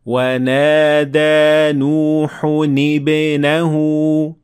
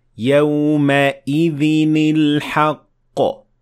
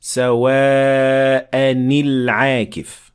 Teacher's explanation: you should add kasra to the tanween to prevent two consonants from following one another · Term: Noon Qutni